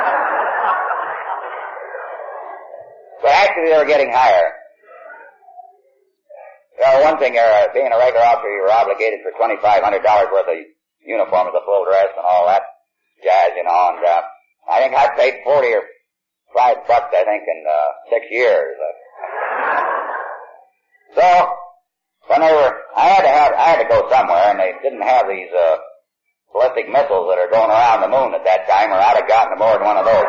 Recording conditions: poor sound quality